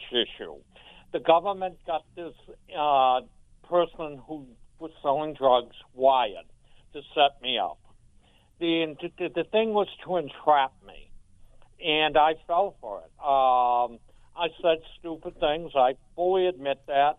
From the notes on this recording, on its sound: The phone lines flood with candidates